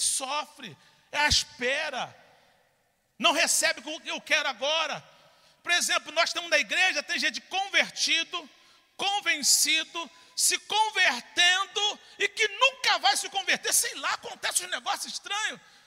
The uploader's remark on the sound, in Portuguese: CULTO DA VITÓRIA AO VIVO